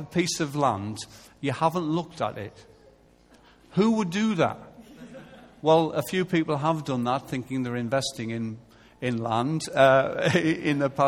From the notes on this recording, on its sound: Recorded live at Life Church Lancashire on Sunday 21st September 2014.